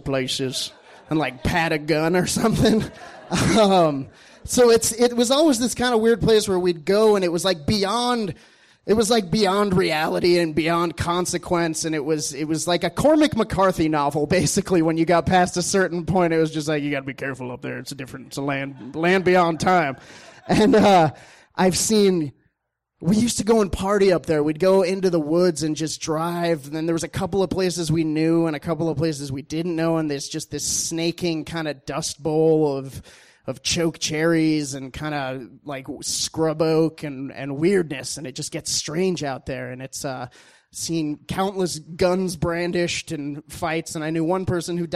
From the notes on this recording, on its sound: These stories were recorded at The Deer Pile on July 18th, 2013